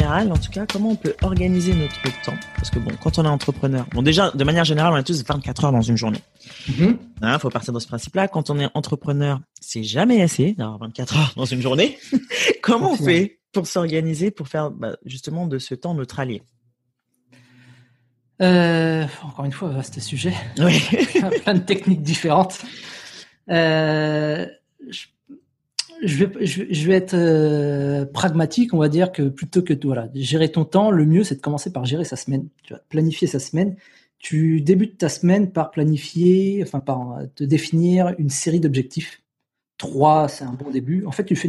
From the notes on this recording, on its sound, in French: Épisode enregistré à distance.